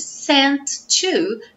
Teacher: a gente não vai soar os dois T's